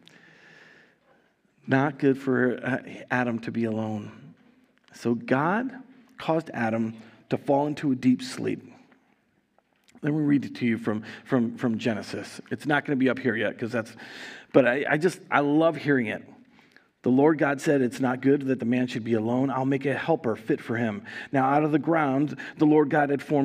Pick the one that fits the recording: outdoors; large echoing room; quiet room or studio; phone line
large echoing room